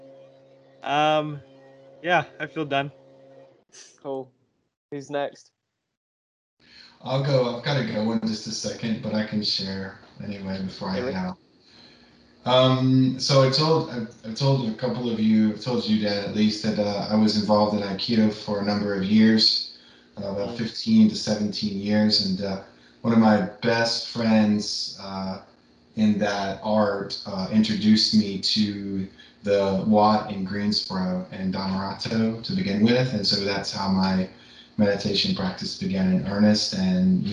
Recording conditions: video call